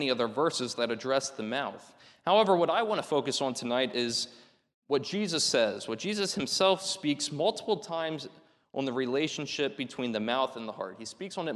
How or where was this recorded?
large echoing room